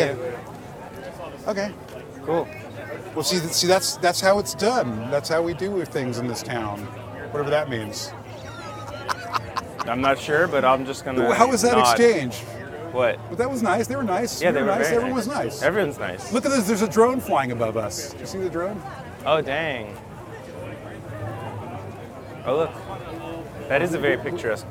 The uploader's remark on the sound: Vegan Hacks at the Vegan Street Fair. At the Vegan Street Fair in North Hollywood.